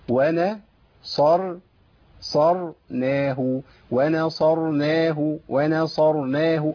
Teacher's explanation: انا عندي نون مرققه، صاد مفخمه، راء مفخمه، نون مرققه